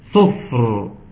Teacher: الصاد مضمومة ثم الفاء ساكنة ثم الراء ساكنة عند الوقف · Term: ساكنين في كلمة